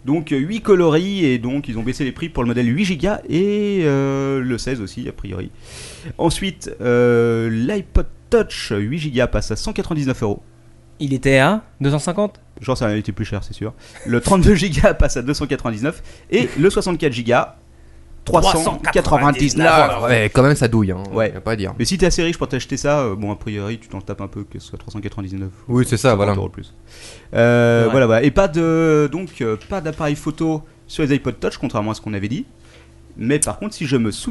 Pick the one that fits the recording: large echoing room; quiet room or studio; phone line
quiet room or studio